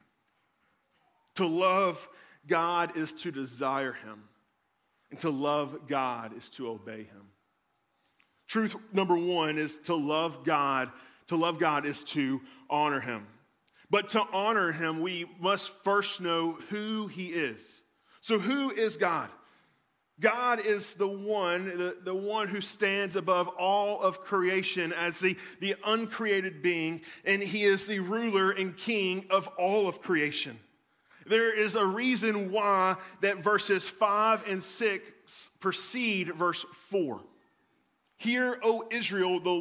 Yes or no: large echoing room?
yes